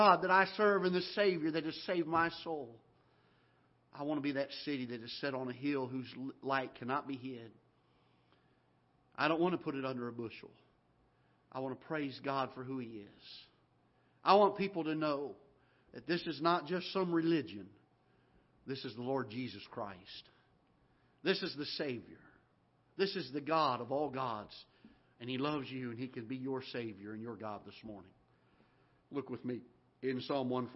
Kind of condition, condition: setting, large echoing room